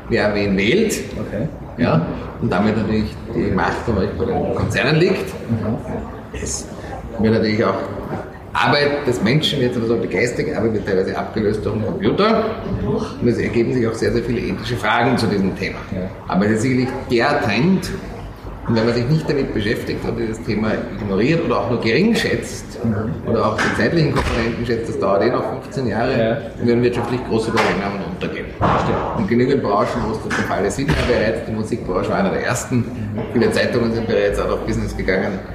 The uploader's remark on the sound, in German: Das Interview hat leider nicht die beste Tonqualität, die Aufnahme wurde in einem Stiegenhaus einer Uni gemacht.